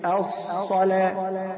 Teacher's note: الصاد من احرف الاستعلاء، فيكون عندنا الفراغ في الصاد بين الحنك الاعلى واللسان قليل